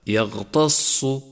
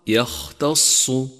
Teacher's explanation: فإنك إذا أهملت همس الخاء صار غينا · Shown in: second take · أي هكذا يغتص، والصواب يختص.